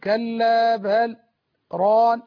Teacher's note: إذا قرأت من طريق الشاطبية فيلزمك السكت يعني تقول كلا بل ران والسكت هنا بدون تنفس